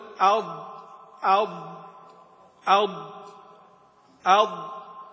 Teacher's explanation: تخرج الضاد من إحدى حافتي اللسان اليسرى أو اليمنى مع ما يليها من الصفحة الداخلية للأضراس العليا